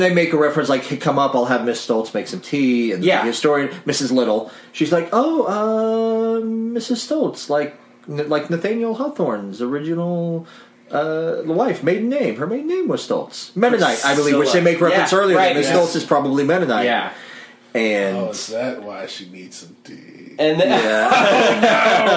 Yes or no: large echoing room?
no